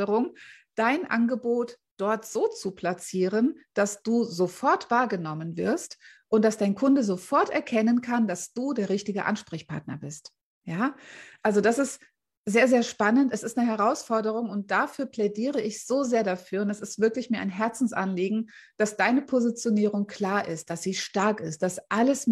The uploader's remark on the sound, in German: Mitschnitt aus einem Live Q&A aus meiner Facebookgruppe "Business-Helden"